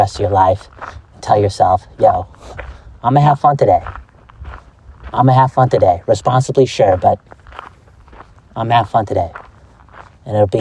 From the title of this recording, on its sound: Walk N Talk